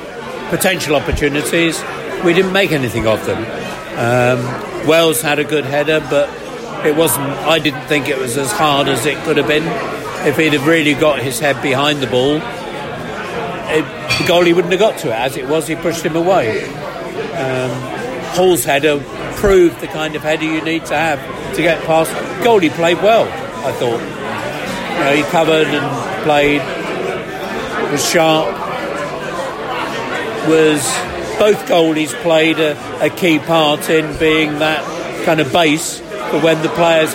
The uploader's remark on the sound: We’re Just a Bus Stop in Hounslow - post QPR v Brentford match podcast from the pub.